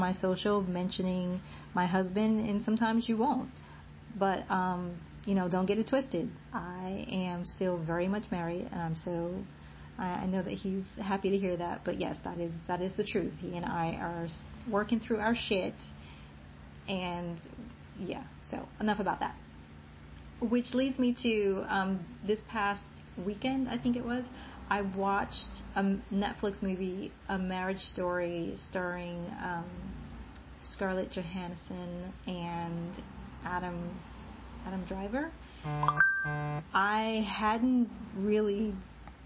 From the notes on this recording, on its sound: Please forgive the static and the phone chimes you’ll hear.